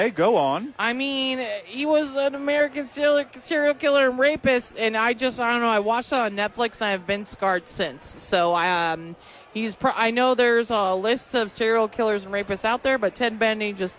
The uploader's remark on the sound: live from Isotopes park.